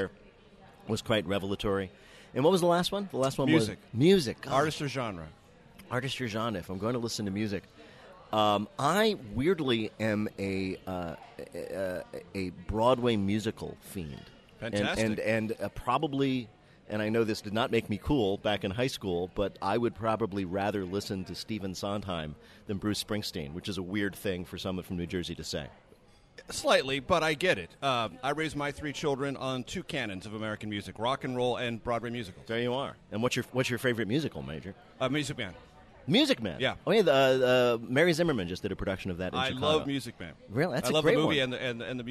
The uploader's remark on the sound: Recorded at Founding Farmers in Tysons Corner.